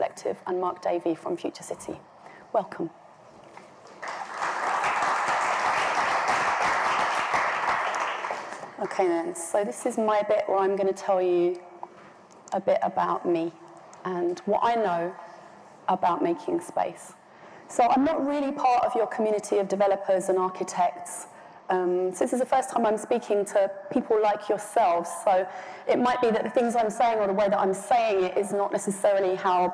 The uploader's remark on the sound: An on-stage conversation